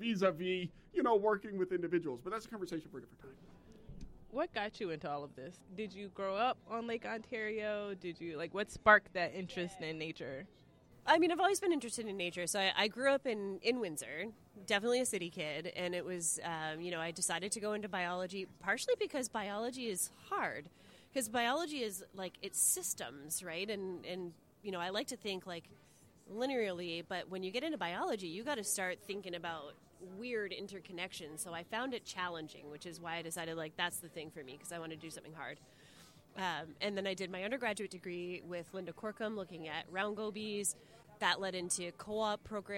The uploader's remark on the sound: This week's episode is LIVE from the amazing Amsterdam Brewhouse on the Lake in Toronto, Ontario! This show was recorded as part of the International Association for Great Lakes Research 2023 annual conference.